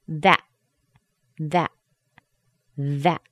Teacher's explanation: But you could also say the THA with a nice strong ah, that A sound, ah, and then cut off your air and say that, that, that. My mouth is still open. I'm not closing it to make a T. I have just cut off the air in my throat.